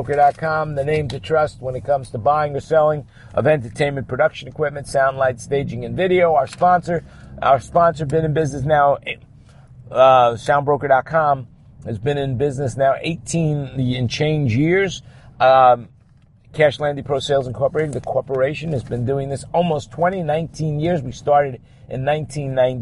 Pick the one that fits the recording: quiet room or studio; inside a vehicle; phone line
inside a vehicle